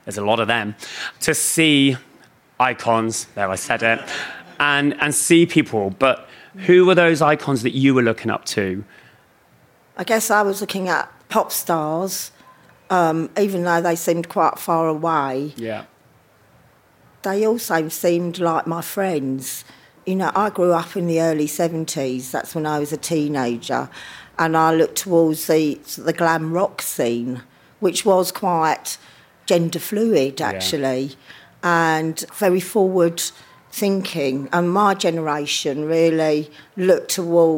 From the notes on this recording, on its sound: In celebration of Pride in London. Hosts a special live episode of We Can Be Heroes from Shoreditch House.